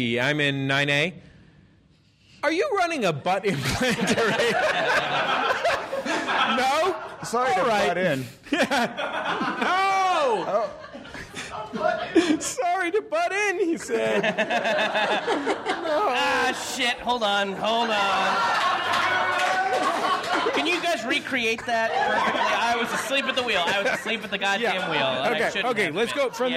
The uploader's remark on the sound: Live at MaxFunHQ for MaxFunDrive 2015. Streamed online from MaxFunHQ.